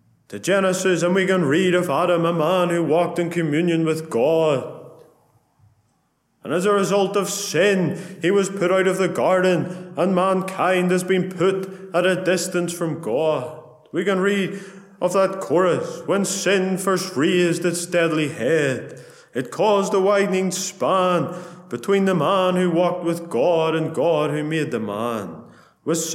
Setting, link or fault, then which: setting, large echoing room